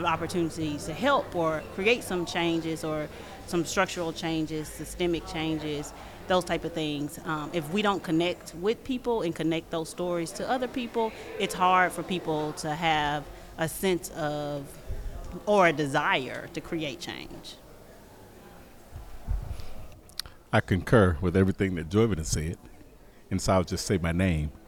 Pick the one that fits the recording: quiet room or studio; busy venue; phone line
busy venue